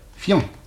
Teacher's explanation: on prononce un iode, fian, une seule syllabe